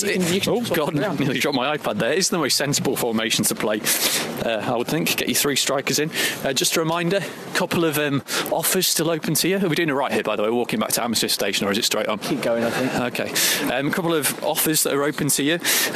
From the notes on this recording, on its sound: Live from Craven Cottage. Fans outside the ground.